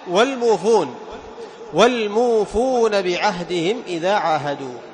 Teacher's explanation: لاحظ كم تمد الواوين، حركتين · Term: المد الطبيعي